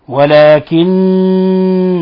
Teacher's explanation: نون مشددة في لفظ ولكن البر. الحكم التجويدي أنها تغن مقدار حركتين، يعني تعطى غنة مقدارها حركتين هكذا.